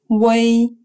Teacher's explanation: произносится как сочетание русских звуков «уэй», только слитно и с ударением на «э», которое произносится очень коротко.